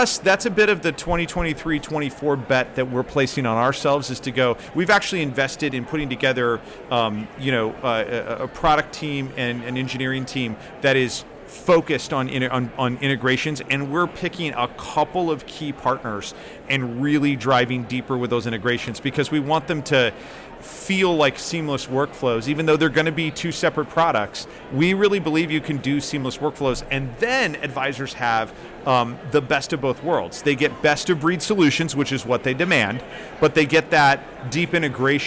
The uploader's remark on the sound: Special episode from T3. Live from the T3 floor expo floor.